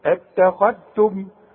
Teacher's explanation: خشين على الخاء وهي مفخمه اتخذتم ورقق لي التاء مع الميم